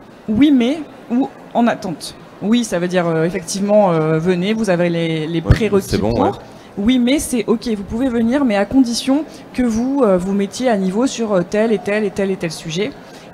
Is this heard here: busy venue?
yes